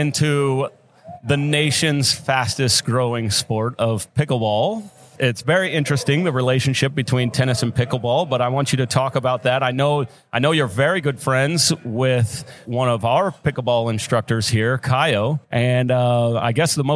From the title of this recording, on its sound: Live at the Collegiate Open